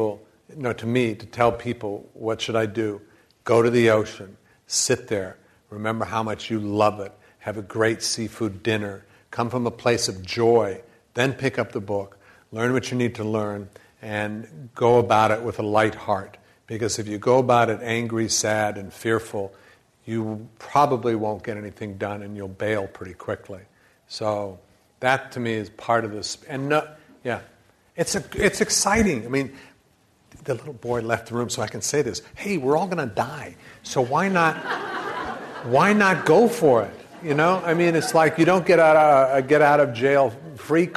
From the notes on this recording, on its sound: This program was recorded in front of a live audience at the Commonwealth Club of California, San Francisco on March 22nd, 2011